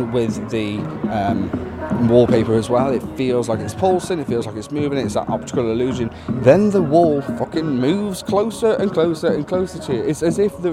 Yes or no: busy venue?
yes